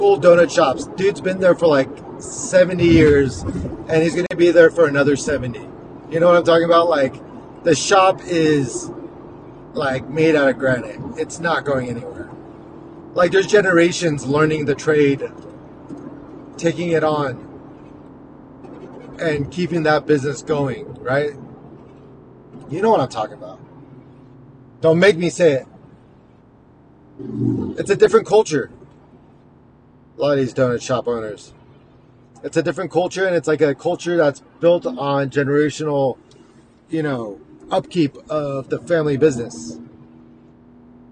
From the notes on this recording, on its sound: Overdue update episode from my car and crappy recorder on my iPhone.